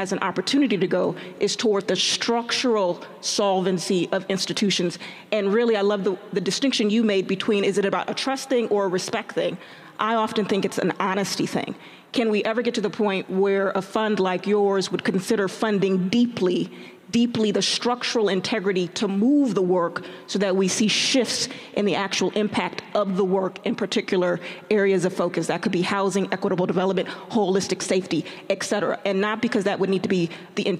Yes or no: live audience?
yes